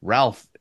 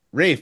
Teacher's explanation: The L is silent? And the A is long. · Shown in: second take